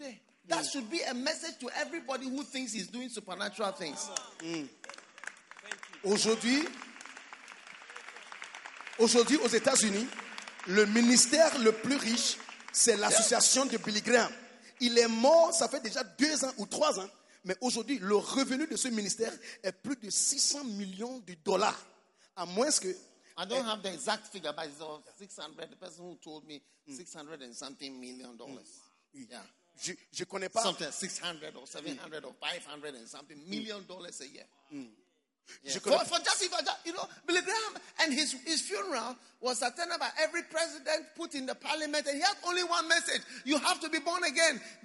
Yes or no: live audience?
yes